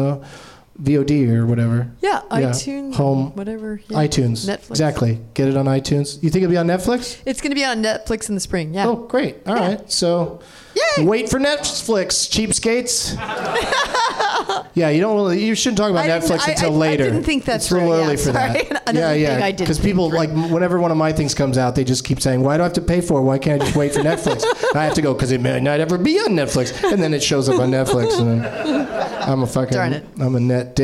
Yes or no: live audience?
yes